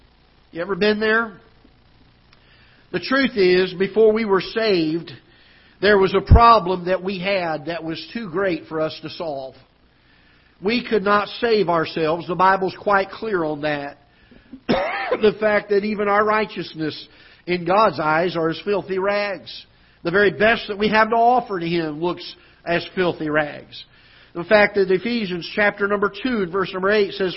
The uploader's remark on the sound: Ketha Heights Baptist Church ~ Live Broadcast.